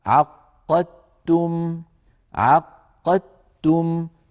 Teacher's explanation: الدال يتحول صوتها إلى تاء وتدغم التاء في التاء التي بعدها فيصير النطق بتاء واحدة مشددة · Term: تاء مشددة